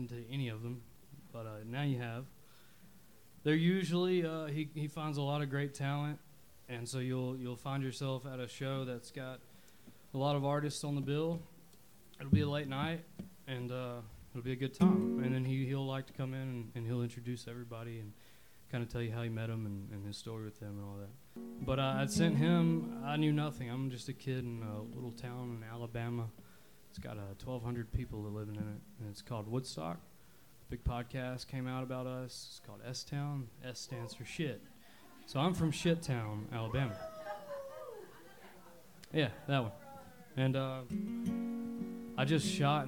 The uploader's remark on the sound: Live At The Burl – Lexington, KY